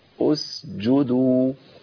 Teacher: منتصف لساني يخبط فين؟ في سقف الحنك · Term: الجيم